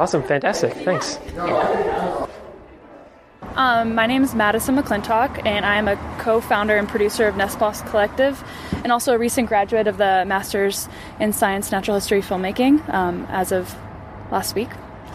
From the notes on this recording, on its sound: Interviews at the International Wildlife Film Festival. Instead of one expert interview we have a series of interviews with a wide variety...